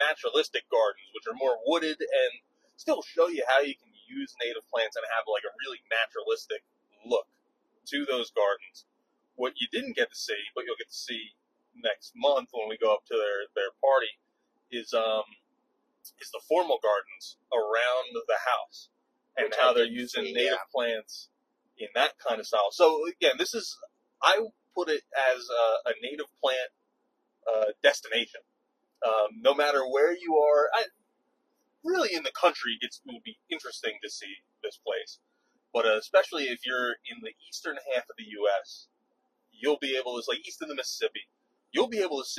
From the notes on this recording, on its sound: record their thoughts on their drive home from Delaware